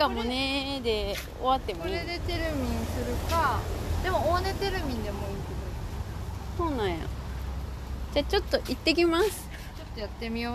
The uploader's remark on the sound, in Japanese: 屋外収録途中でなぜかコロナテストしに行く回w。